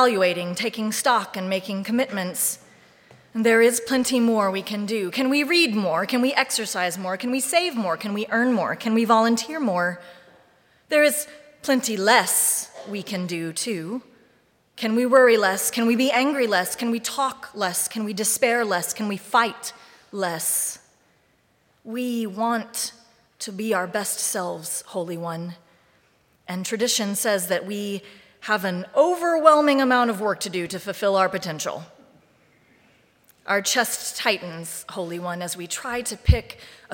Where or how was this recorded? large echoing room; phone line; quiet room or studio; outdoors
large echoing room